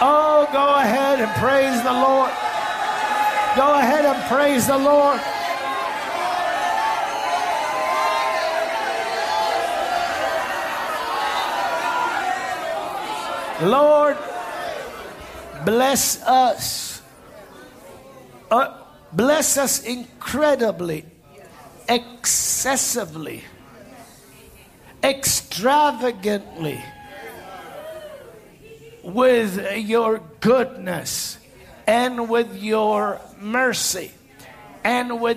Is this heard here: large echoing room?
yes